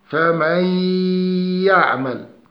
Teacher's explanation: وطريقة تطبيقه: مع الياء إذا جاء بعد النون الساكنة أو التنوين ياء، تدمج النون الساكنة أو التنوين فيها ليصير ياء مشددة تغن قدر حركتين